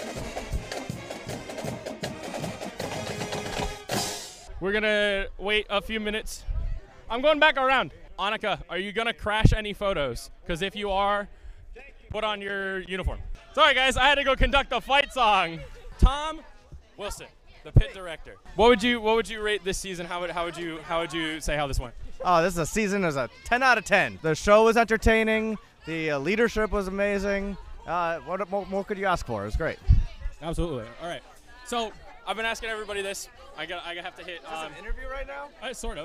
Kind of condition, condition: setting, busy venue